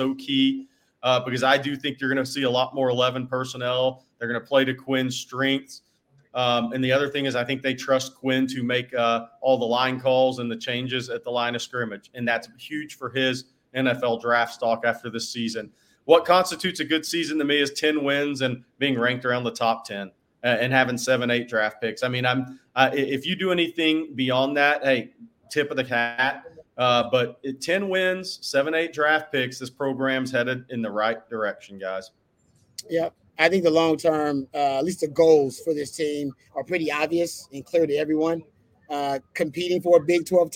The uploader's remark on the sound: LIVE from The Co-Op.